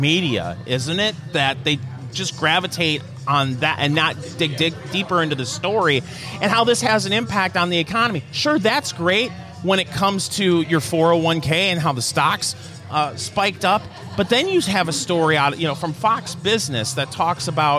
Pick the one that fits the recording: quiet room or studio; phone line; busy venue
busy venue